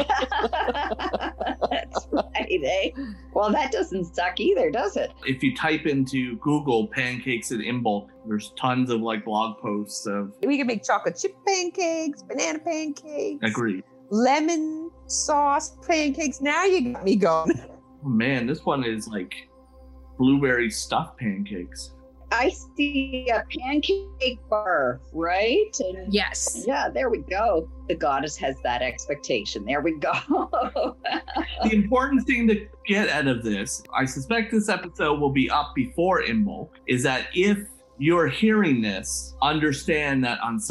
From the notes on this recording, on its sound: The three Witches and a Druid sit around the Zoom table with hot beverages.